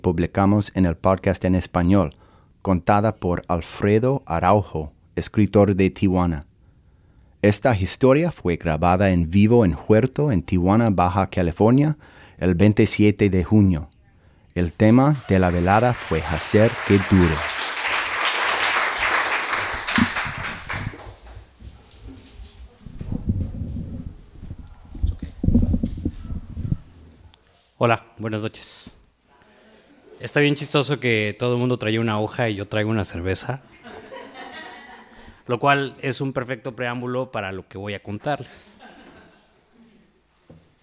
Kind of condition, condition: setting, live audience